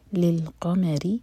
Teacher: قاف ہیوی میم لائٹ را کے نیچے کسرہ تو یہاں را لائٹ